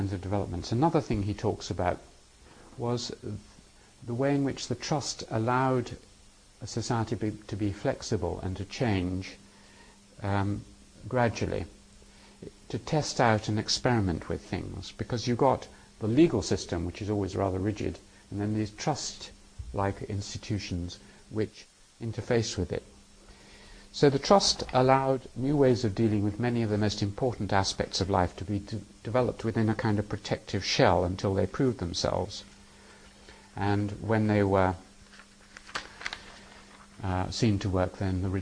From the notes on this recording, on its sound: These lectures were given in November 2001 in the Department of Social Anthropology, University of Cambridge. They were part of a course on theory and methods in anthropology designed for second year social anthropology undergraduates.